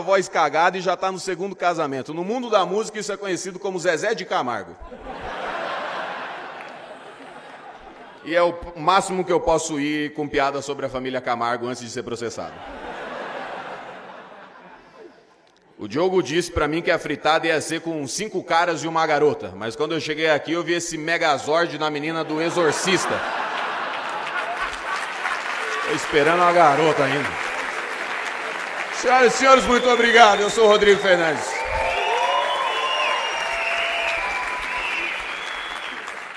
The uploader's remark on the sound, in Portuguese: Show gravado no Teatro Gazeta.